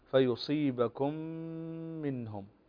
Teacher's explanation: فتدغم الميم الساكنة في الميم التي بعدها إدغام مثلين صغير بغنة، فنقول فيصيبكم منهم، فهنا حكم الإدغام بغنة.